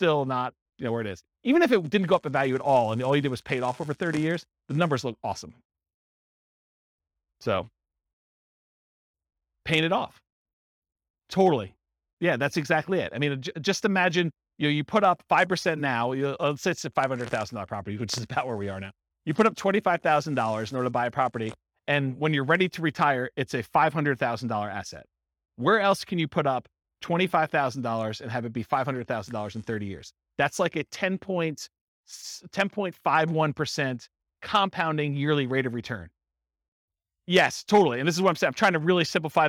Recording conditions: live audience